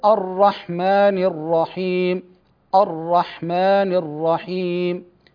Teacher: أمر بإخفاء تكرير الراء إذا كانت مشددة، لأن عدم التحفظ من تكرير الراء وهي مشددة ينتج عنه عدة راءات. · Term: التكرير